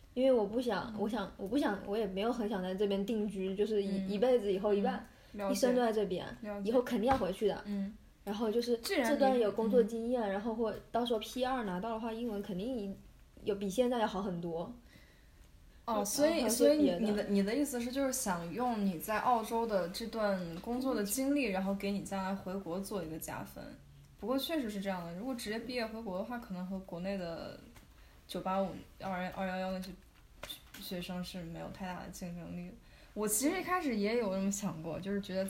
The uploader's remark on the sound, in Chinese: 这期是一边吃披萨一边录制的，所以偶尔会有杯子叮叮当当和嚼披萨的声音。